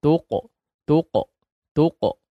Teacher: sifat qalqalahnya akhirnya mengikuti sifat qafnya yang tebal